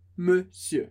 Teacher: Sem ler o R, sem ler o O-N, sempre monsieur.